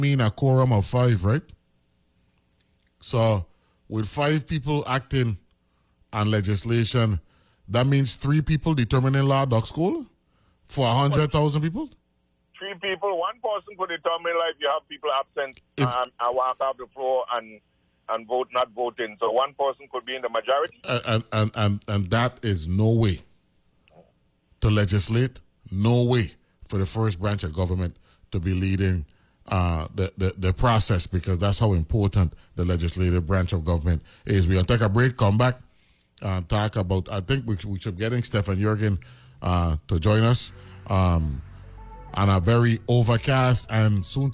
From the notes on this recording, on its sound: Then is join on the phone.